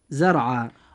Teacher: والحالة الثانية إذا كانت الراء ساكنة وكان ما قبلها مفتوحا أو مضموما مثل كلمة زرعة. الراء في كلمة زرعة ساكنة وما قبلها مفتوحا فيجب أن تفخم هذه الراء عند النطق · Term: التفخيم